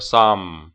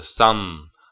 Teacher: 尤其是最后的那个 n 的音，千万不要闭嘴啊，千万不要闭嘴吧 · Shown in: second take